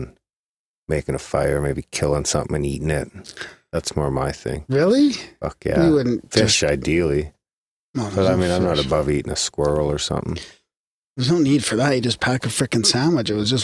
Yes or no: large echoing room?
no